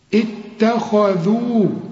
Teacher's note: التاء هنا أقول التاء مش الطاء، خد بالك رقق التاء هنا، الخاء هنا مفخمة، تاني درجات التفخيم الخاء المفتوحة فقط